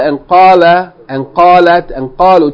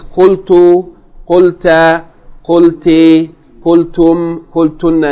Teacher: The vowel changes from fatta and qala and qalat and qalu, changes from fatta to dhamma. So it becomes qultu, qulta, qulti, qultum, qultunna, and so on like this, okay?